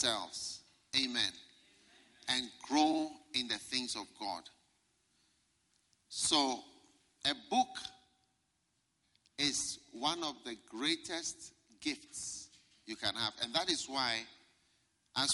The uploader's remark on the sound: Preached at a Healing Jesus Pastors' conference in Palapye, Botswana